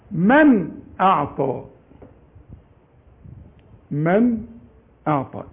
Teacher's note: والنون اللي عليها السكون لا تغن · Term: الاظهار